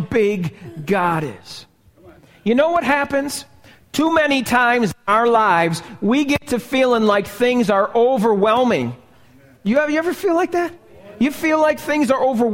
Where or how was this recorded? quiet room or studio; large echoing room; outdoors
large echoing room